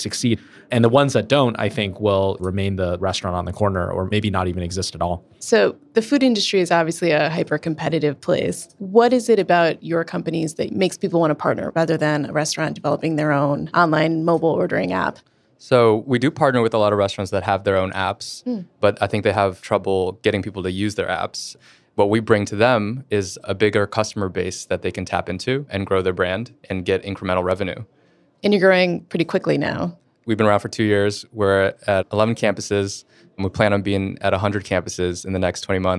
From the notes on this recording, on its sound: This episode was recorded on-site at the a16z Summit in November 2019